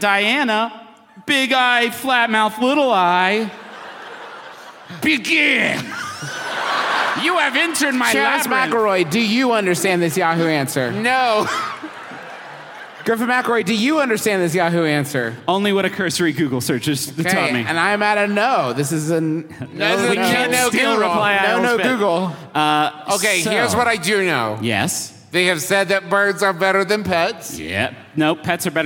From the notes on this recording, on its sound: We present to you our recent live show from Denver, CO! It was a rowdy one, y’all.